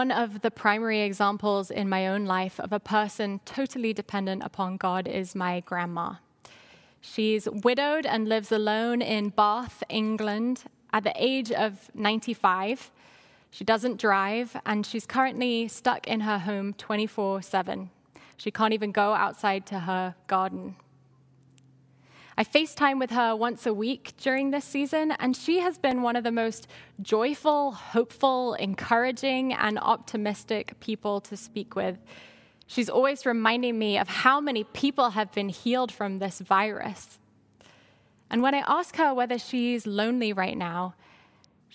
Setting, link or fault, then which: setting, large echoing room